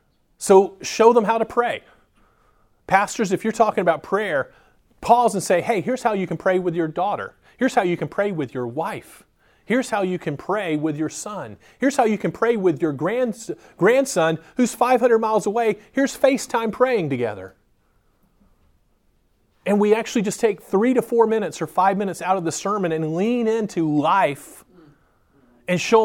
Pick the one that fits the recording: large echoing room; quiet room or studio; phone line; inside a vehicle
large echoing room